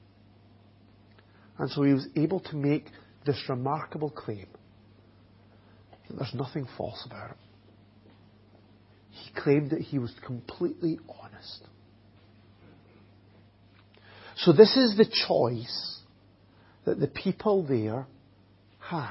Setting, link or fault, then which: setting, large echoing room